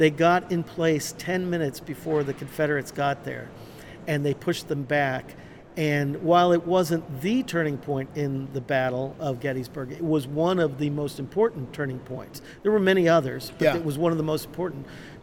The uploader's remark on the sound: LIVE from CPE 2022!